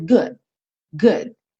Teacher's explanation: E essa consoante oclusiva, ela pode aparecer muito pouco. Tão pouco que você quase não ouça.